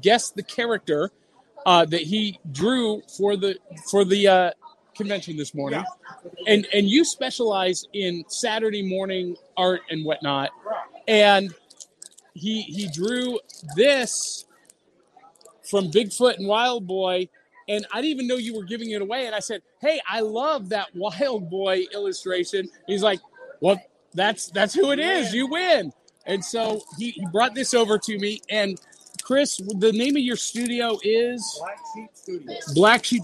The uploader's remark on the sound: Live from Cryptid Con!